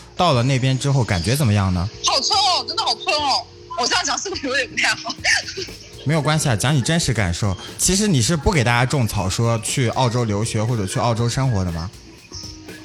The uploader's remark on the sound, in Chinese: Vol.47 电话连线第一期